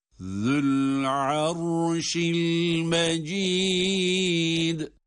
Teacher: Zel harfi peltek okunuyordu. Ötresiyle lam harfine bağlayarak Zü'l-Arş-ı'l-Mecid.